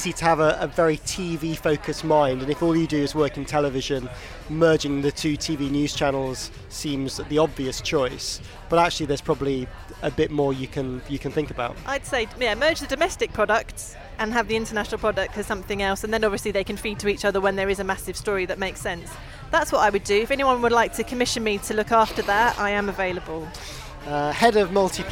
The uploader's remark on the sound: A special LIVE edition recorded from the rooftop of The Broadcaster at the Television Centre.